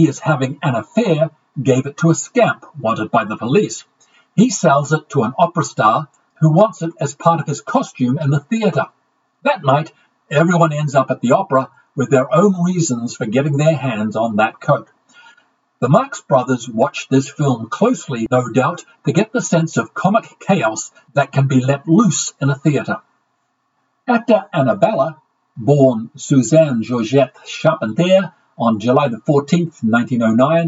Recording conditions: poor sound quality